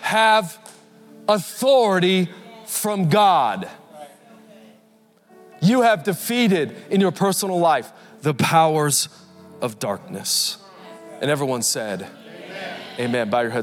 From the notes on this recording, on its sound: Recorded Live at Capital Church in Meridian, Idaho